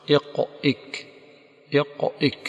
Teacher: ويأتينا إن شاء الله أنه حرف شديد مهموس، واختبر إن شئت فقل يقئك يقئك، ستشعر بالاختلاف المكاني بين حرفي القاف والكاف في أقصى اللسان. اختبر شيخة يقئك يقئك، ستجد اللسان ينتقل من أقصى اللسان إلى أقرب، إلا أنه ليس في وسط لسان.